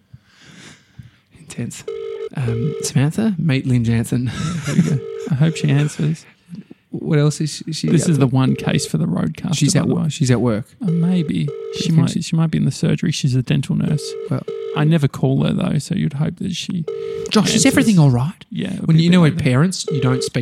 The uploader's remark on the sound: join the show by phone